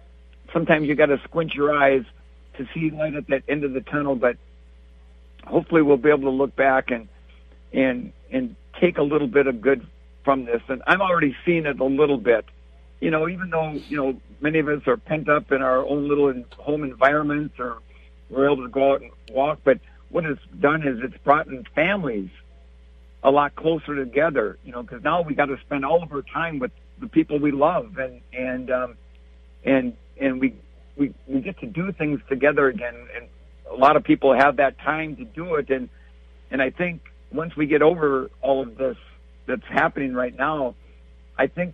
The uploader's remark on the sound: Please note, in these days of social distancing, we had to do this via cell phone. The quality isn't always great.